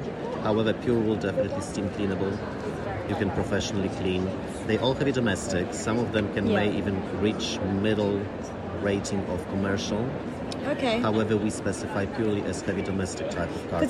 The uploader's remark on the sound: chats live at Decorex 2022 in Earls Court